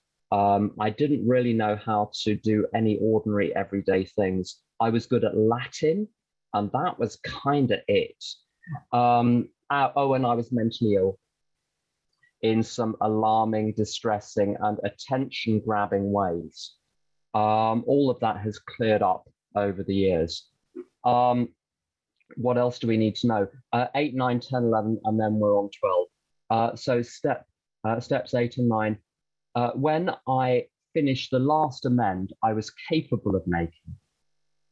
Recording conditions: video call